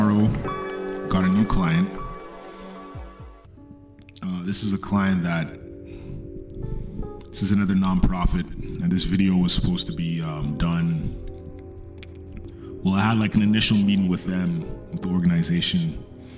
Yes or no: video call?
no